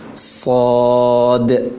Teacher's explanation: Kalau sod ini untuk langkah pertama tidak masalah, seperti sin yang makhrajnya memang sama dengan sin, dan tempelkan lisan ke langit-langit. Yang penting bunyinya mengarah ke O.